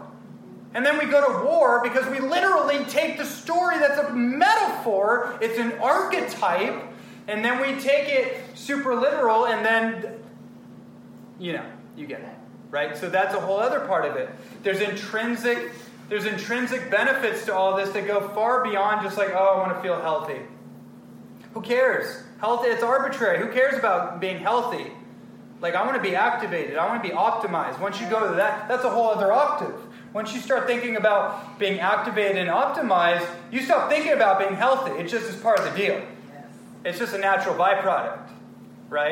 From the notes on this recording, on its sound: presentation to a room full of health and wellness enthusiasts in Southern California on June 6th, 2018